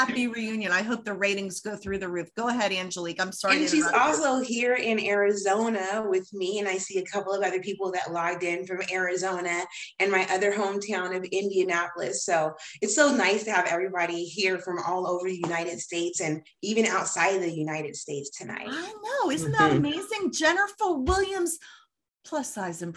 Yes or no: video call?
yes